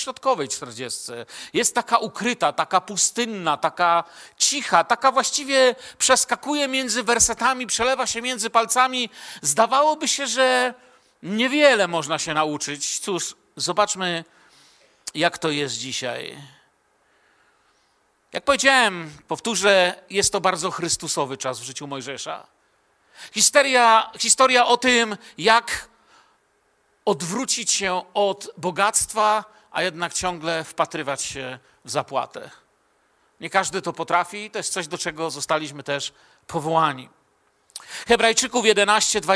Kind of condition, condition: setting, large echoing room